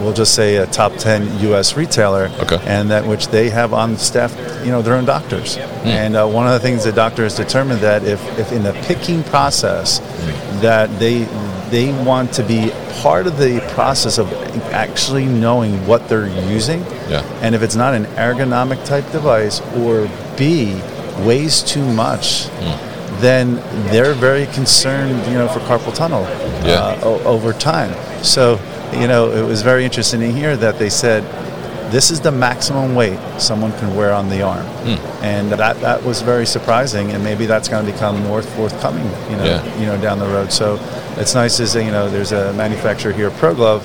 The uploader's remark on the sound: Procensis at MODEX 2022. Came by The New Warehouse booth to talk about his thoughts on the trends at the show.